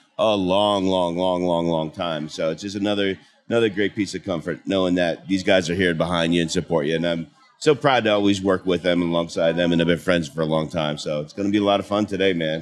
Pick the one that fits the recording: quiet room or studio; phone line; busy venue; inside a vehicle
busy venue